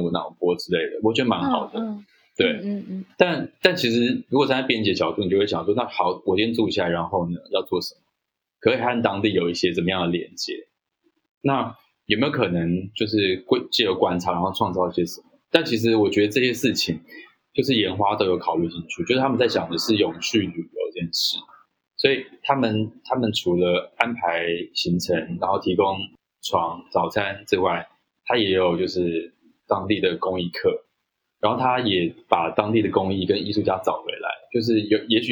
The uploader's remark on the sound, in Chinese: 採用雲端錄音，音質與設備較不理想